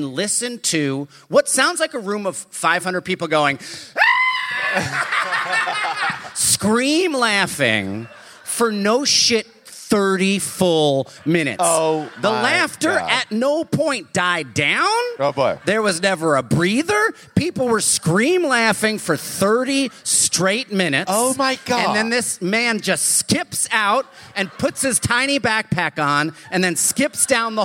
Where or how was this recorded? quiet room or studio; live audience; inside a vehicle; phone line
live audience